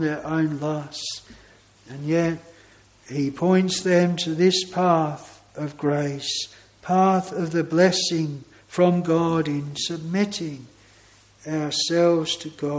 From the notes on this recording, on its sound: This sermon was preached at Broad Oak Chapel, Heathfield.